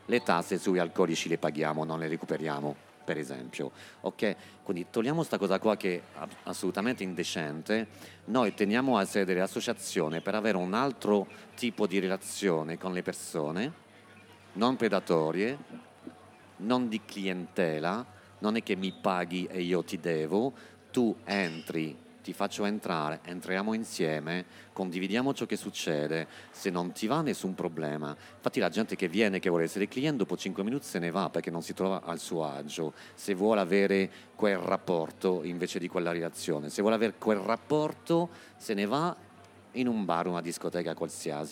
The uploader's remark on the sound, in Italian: Una puntata registrata dal vivo a una serata a tema Pigneto (il quartiere di Roma) tenuta però assurdamente ai Parioli, organizzata da Zero, la rivista che ormai da sempre racconta la vita notturna delle città italiane.